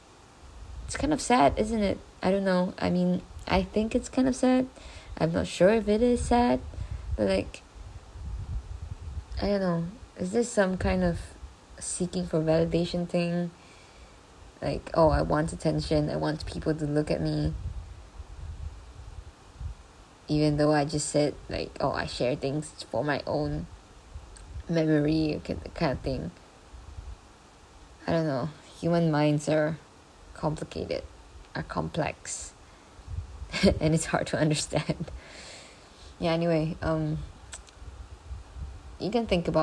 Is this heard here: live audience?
no